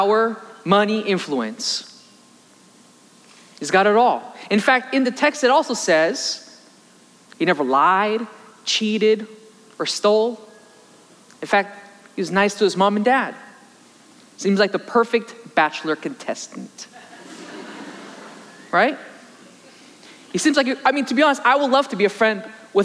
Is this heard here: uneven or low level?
no